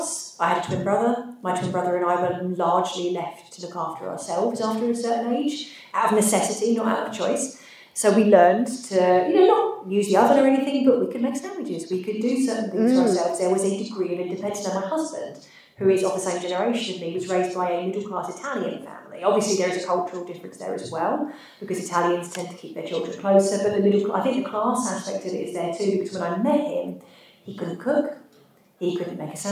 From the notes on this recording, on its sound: This episode was recorded live at FantasyCon 2022 so the sound is a little echoey.